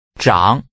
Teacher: Using a falling, rising tone, say raise or to raise.